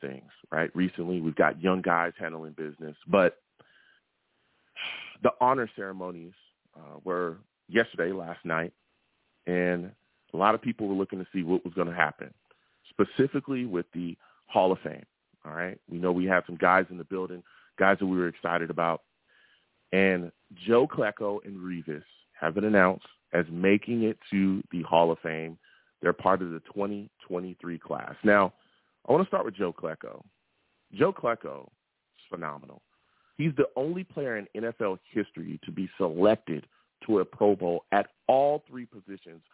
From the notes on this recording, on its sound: I take live callers!